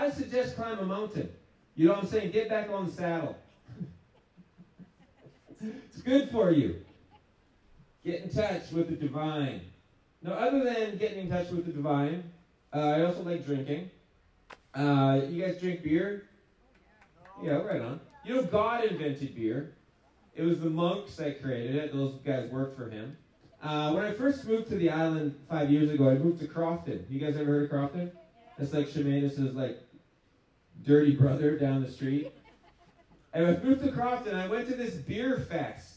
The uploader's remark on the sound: Largest Outdoor Show Ever! The largest outdoor event he’s ever performed at!